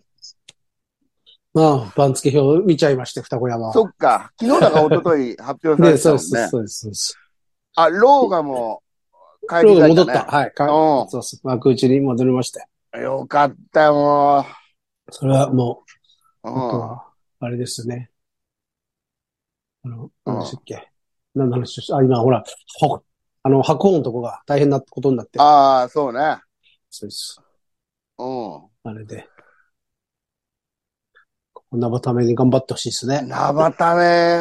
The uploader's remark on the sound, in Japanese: ZOOMで収録